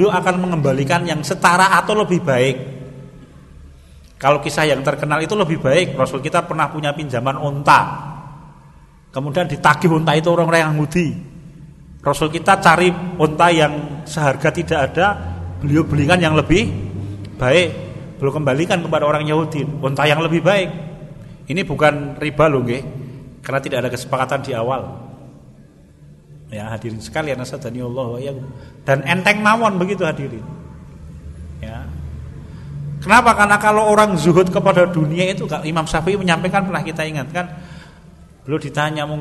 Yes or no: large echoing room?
yes